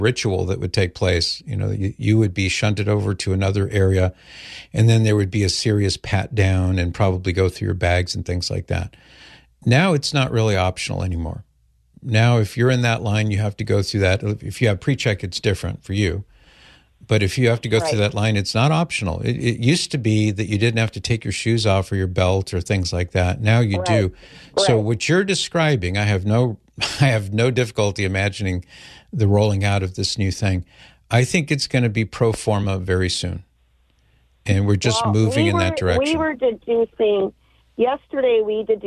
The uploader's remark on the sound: From the frontlines of Texas. Our callers, echoing from towns like Uvalde to Nigeria.